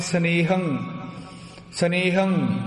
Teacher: ਜਦੋਂ ਟਿੱਪੀ ਬੋਲ ਲਈ ਨਾਲ ਹੀ ਬੁੱਲ ਬੰਦ ਹੋ ਜਾਣੇ ਚਾਹੀਦੇ ਹੋਰ ਕੁਛ ਵੀ ਉਚਾਰਨ ਬਾਅਦ ਵਿੱਚ ਜਿਵੇਂ ਸਨੇਹੰ ਸਨੇਹੰ ਬਸ ਨਾਲ ਹੀ ਉੱਥੇ ਸਾਰਾ ਕੁਛ ਰੁਕ ਜਾਵੇ ਤਾਂ ਟਿੱਪੀ ਲੱਗਦੀ ਹੈ।